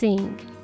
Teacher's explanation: 歯と歯の隙間から空気を漏らす感じの音がスス S の音ですね